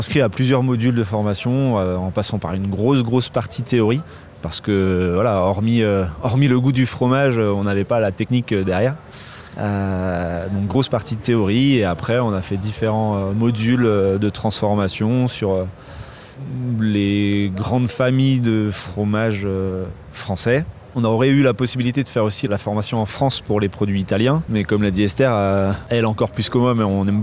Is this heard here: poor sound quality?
no